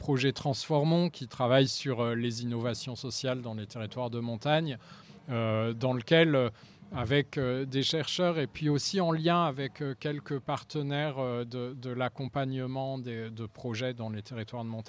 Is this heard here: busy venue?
yes